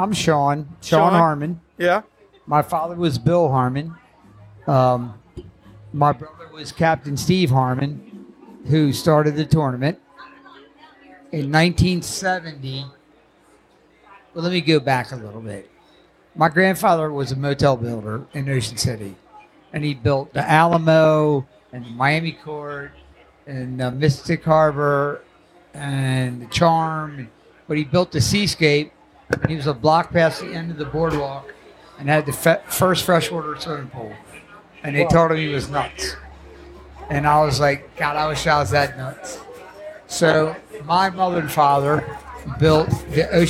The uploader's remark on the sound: live at the Poor Girls Open weigh in.